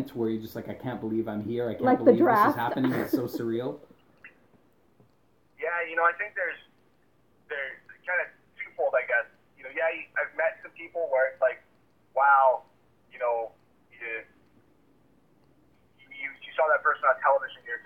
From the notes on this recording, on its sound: from the Nashville Predators calls